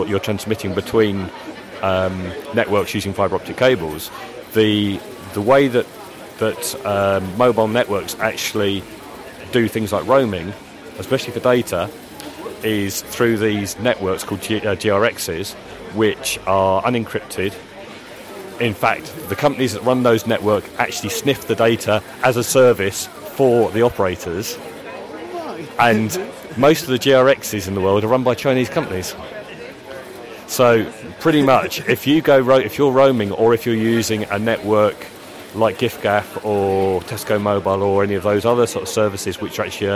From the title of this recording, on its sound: Tech and Coffee at OggCamp